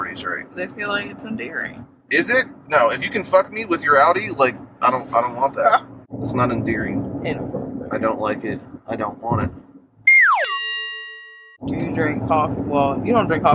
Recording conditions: inside a vehicle